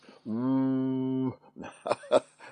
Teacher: Die klank W die wordt gevormd door allebei de lippen te tuiten. Het is een zogenaamde bilabiaal, een tweelipper. En die klinkt als een soort gesloten oe. · En die klinkt als een soort gesloten oe. Die W is een medeklinker die je bijna niet kunt horen, behalve als je hem lang aanhoudt. · Term: halfzachte W